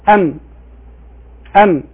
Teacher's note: الصوت انضغط بين الشفتين، هذا مخرج الميم، فمخرج الحرف مساو، فهذا الحرف مساو لمخرجه، بخلاف المخرج المقدر الذي لا ينضغط فيه الصوت.